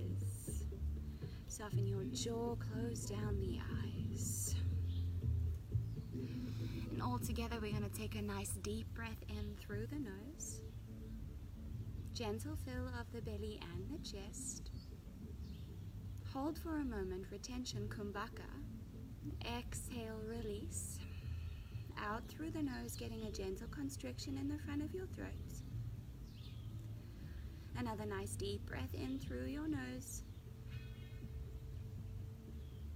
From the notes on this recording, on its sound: Recorded live and outdoors.